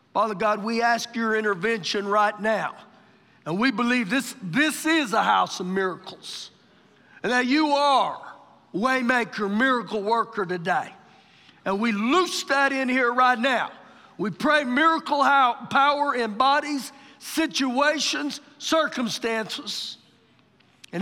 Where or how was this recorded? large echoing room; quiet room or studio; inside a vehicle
large echoing room